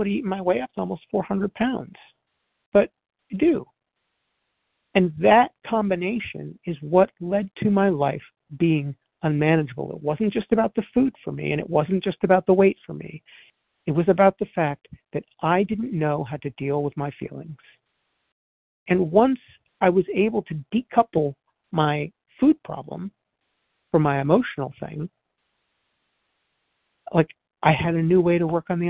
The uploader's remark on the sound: 100 Pounders Phone Meeting